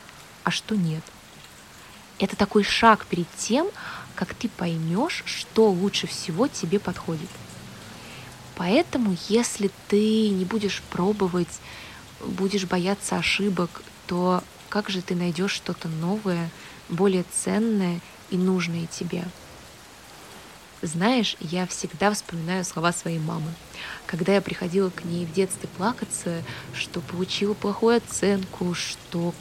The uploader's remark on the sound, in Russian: Это сообщение для тебя я записала, укрываясь от дождя. Голосовое сообщение.